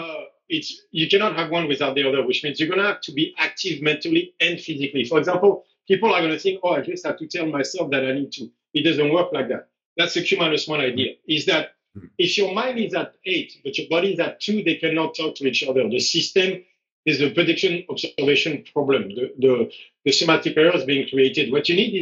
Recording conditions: video call